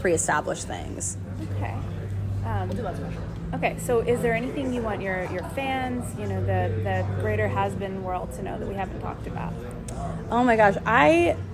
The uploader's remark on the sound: With Us At NYCC!